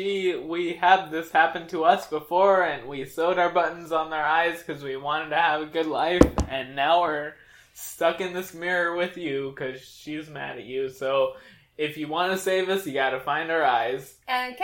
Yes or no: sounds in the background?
yes